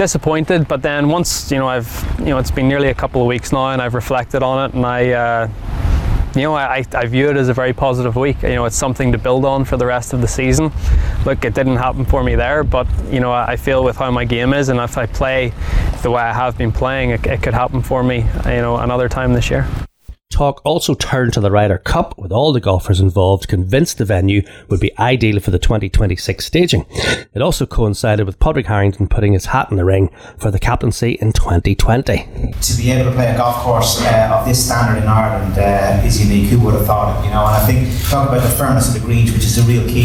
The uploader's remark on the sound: An outside broadcast from Ardglass Golf Club